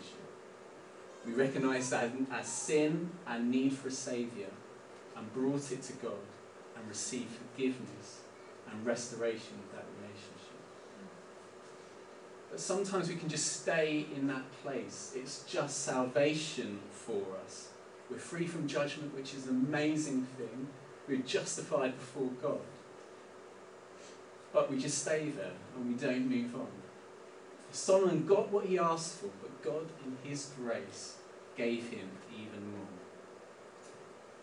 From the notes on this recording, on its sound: We apologise for the poor audio quality of this recording. Please bare with us as we have moved location for the summer resulting in adjustments to our PA system.